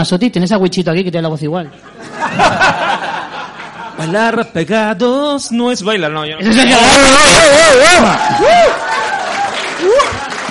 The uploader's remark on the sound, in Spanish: Este mes tenemos este episodio especial desde las JPOD 17 de Alicante en la Sala Clan Cabaret. Una noche genial con un público estupendo.